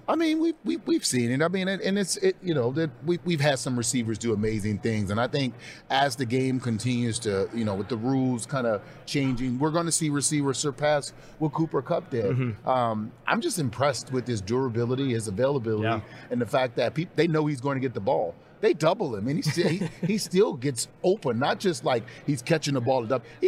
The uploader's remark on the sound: Mailbag and Trivia edition live from Super Bowl LVI.